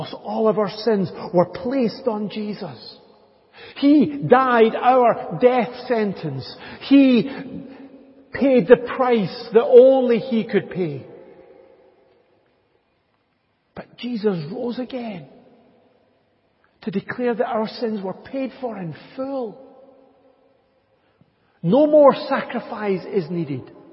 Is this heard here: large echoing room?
yes